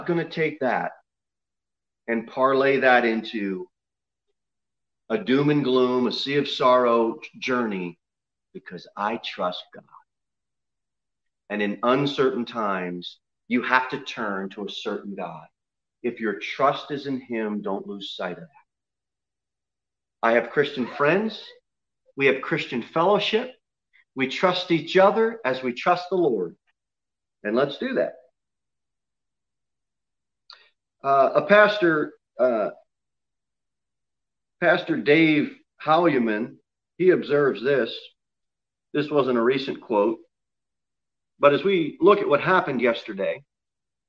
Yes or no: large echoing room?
yes